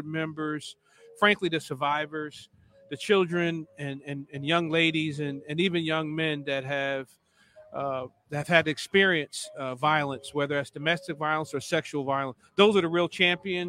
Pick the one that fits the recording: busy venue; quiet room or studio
busy venue